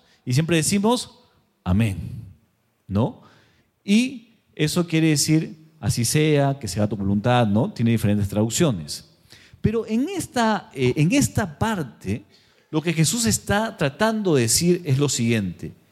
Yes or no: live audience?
yes